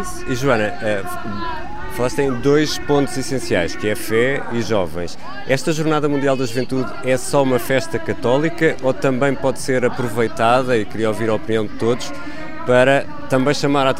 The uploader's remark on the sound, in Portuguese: Uma conversa com três jovens. Episódio especial gravado no Parque Eduardo VII, em Lisboa.